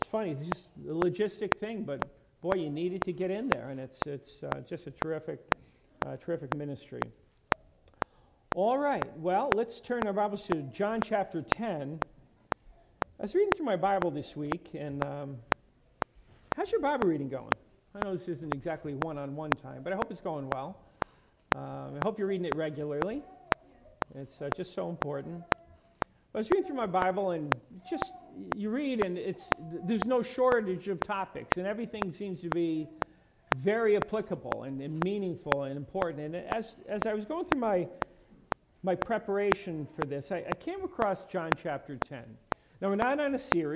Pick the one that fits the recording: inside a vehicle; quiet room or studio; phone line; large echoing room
large echoing room